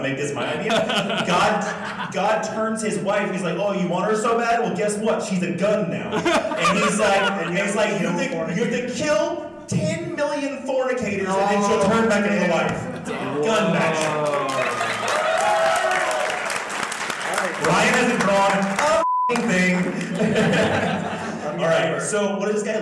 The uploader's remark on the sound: Above is the very first live show the KLC Press crew ever performed, at C2E2 2020. With help from the live audience.